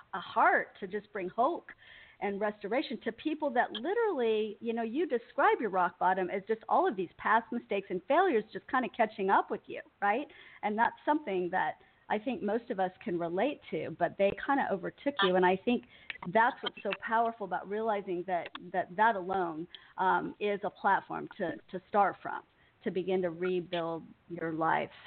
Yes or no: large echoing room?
no